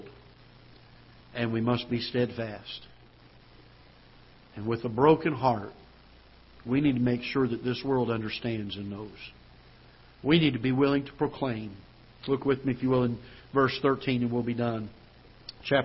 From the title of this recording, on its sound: Ketha Heights Baptist Church ~ Live Broadcast